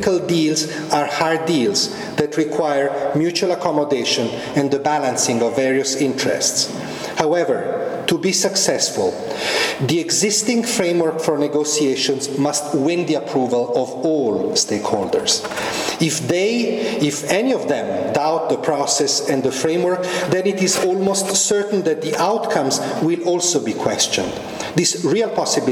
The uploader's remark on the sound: This podcast was recorded at the RSC Annual Harrell-Bond Lecture on 16 November 2011. At the Examination Schools, University of Oxford.